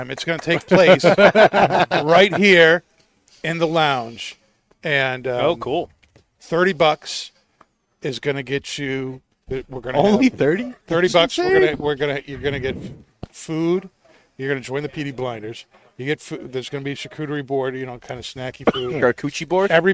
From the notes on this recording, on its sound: Recorded live from the 7-20-4 Lounge!